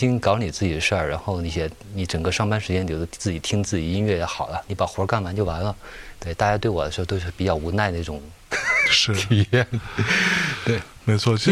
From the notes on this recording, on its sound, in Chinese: 来到大理，坐在雨后的小院里，录制了本期节目。